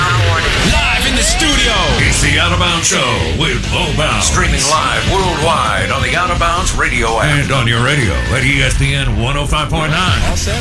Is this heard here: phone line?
yes